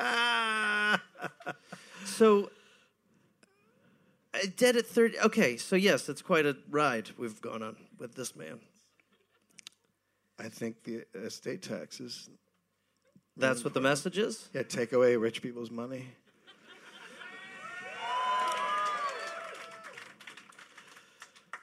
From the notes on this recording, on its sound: Recorded live in Birmingham.